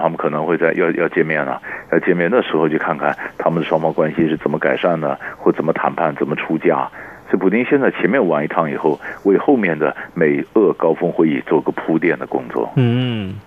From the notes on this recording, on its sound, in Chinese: 連線訪問。